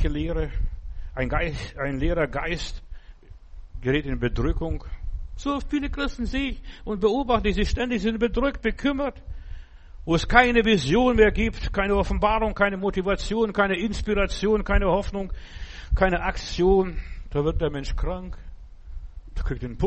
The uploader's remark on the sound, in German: im Gemeinde-Zentrum in Berlin aufgenommen